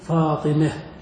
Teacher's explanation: إذن فالإمالة تشمل شيئين أو نوعين أو درجتين: الأول نطق الفتحة بين الفتحة والكسرة، أن تميل الفتحة بحيث تنحو بها إلى الكسرة، لا تكون كسرة ولكن تكون بين الفتحة والكسرة وتسمى الإمالة الصغرى.